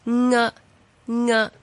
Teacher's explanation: 系一个 N 字加一个 G 字组成嘅。有时我哋会叫佢做 NG 声母，因为听起上嚟清楚一啲啦吓。但系其实呢个声母嘅读音咧系啊啊吓，就系鼻音声母嚟嘅。咁读嘅时候呢，其实就好似我哋讲牙齿个牙字嘅时候呢，那个开头嘅发音咁样，咁而一个 N 加个 G 呢，佢将个 N 字最后嗰个动呢就动咗落嚟，好似写个 G 字咁样勾返上去，咁大家即係查字典嘅时候好容易会见到呢一个 NG 声母㗎啦。读嘅时候呢记住啦，呢啲 NG 声母嘅字咧吓，舌嘅后半部咧系要顶住上颚嘅，然之后咧令到啲气咧唔好喺个口度出，就喺个鼻嗰度出